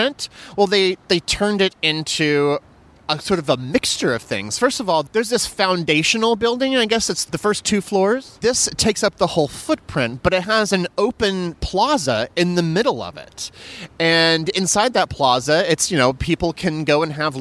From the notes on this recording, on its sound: This entire show is recorded outside in front of the very spots that have most affected the city's decision. From downtown Manhattan and the Equitable Building to a surprising corner of Hell's Kitchen.